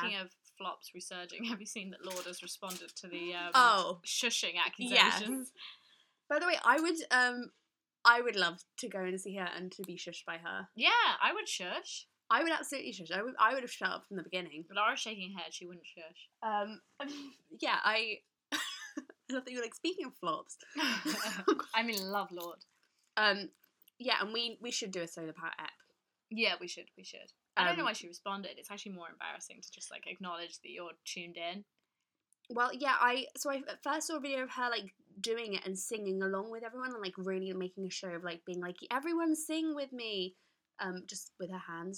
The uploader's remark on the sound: Sorry for the audio quality!